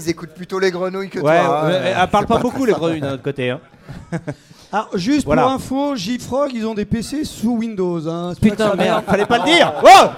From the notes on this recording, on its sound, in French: L’enregistrement en direct des cast codeurs en clôture de Devoxx France